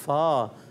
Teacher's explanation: اوپر کے دانتوں کے کنارے جب نیچے والے ہونٹ کے تر حصے سے لگتے ہیں تو ادا ہوتا ہے فا